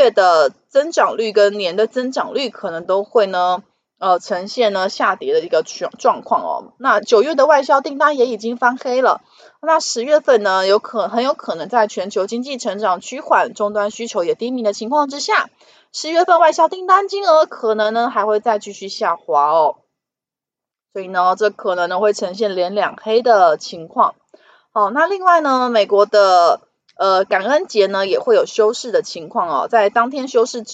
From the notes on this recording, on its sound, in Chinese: 本集有些許雜音，已亟力避免，如有察覺請多多包涵